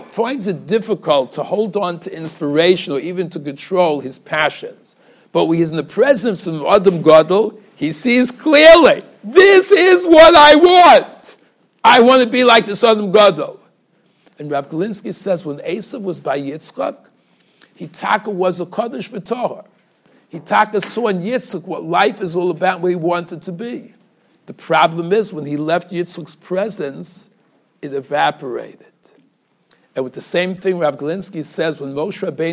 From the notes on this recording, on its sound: Shiur recorded in Yeshivas Ohr Reuven, Monsey, NY.